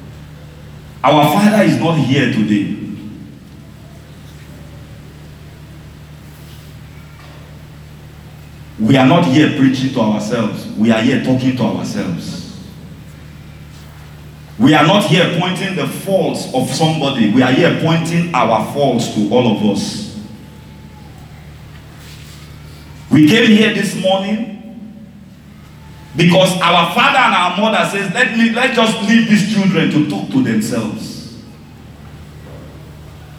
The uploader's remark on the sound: This is a message I preached on the 14th July 2019, I had the privilege to share this at our Sunrise service.